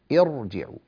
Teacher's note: هذه تعتبر حالات استثناء من الراء المكسورة أو الراء المرققة، يعني إذا كانت الراء ساكنة وقبلها كسر لكن الكسر عارض ليس كسرا أصليا، مثل كسر همزة الوصل، ارجعوا إلى أبيكم فقولوا يا أبانا إن ابنك سرق. ارجعوا، لماذا فخمنا الراء مع أنها ساكنة وقبلها مكسور؟ لأن الهمزة كسرها عارض ليس كسرا أصليا